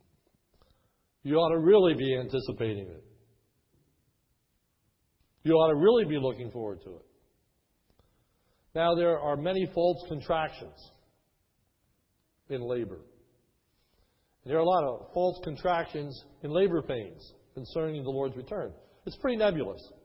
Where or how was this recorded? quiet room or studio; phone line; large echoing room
large echoing room